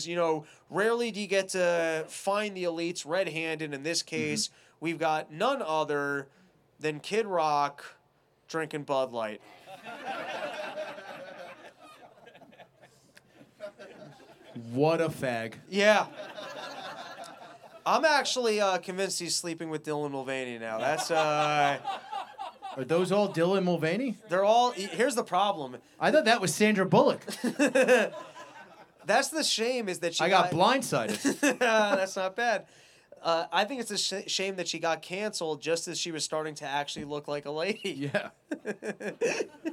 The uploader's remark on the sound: LIVE FROM SANDPOINT